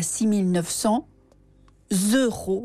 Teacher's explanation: vous devez prononcer ce S, parce qu'il y a une liaison entre 6 900 et le mot euro, il faut une liaison, autrement il y a un choc de voyelles en fait.